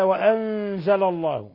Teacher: وأنزل الله نون ساكنة جاء بعدها الزاي إخفاء حقيقي